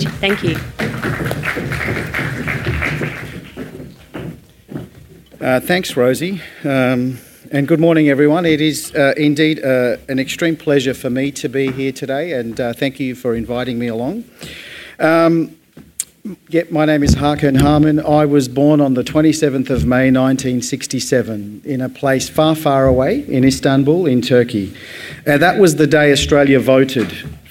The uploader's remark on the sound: AdNews Podcast Live Edition. A special edition of the AdNews Podcast recorded at AdNews Live!